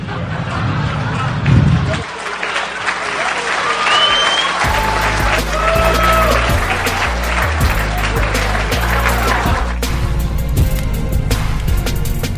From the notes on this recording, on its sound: recorded at the Houston Improv